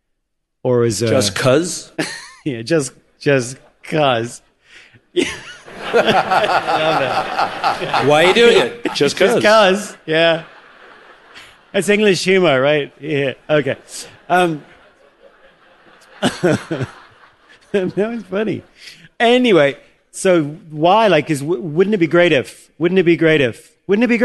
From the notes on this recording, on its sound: A Leadership Q&A from EntreLeadership Summit 2019.